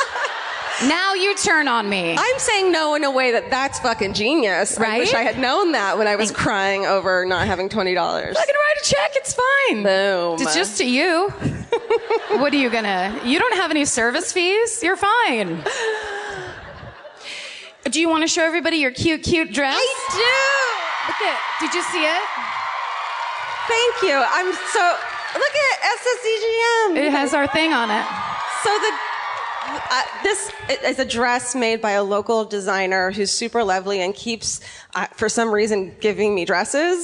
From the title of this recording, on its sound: Live at the Orpheum in Los Angeles